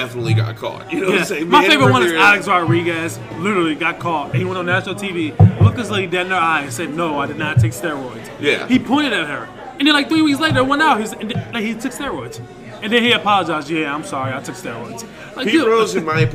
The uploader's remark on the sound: Live at Porch Willoughby 37638 Vine St, Willoughby, OH 44094.